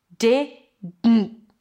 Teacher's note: We have de and then it's a D, and then you release the air through the nose. That's technically the N. And then you stop it abruptly.